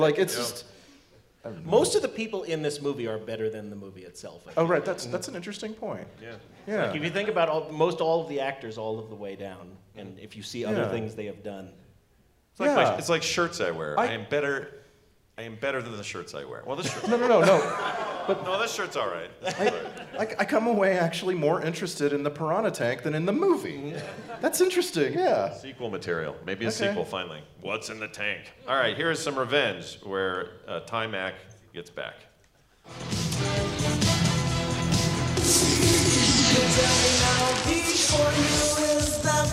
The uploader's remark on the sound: The Last Dragon at Nerdtacular 2017. Our Nerdtacular 2017 live episode!